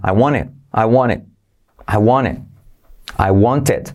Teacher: También la T de want se omite.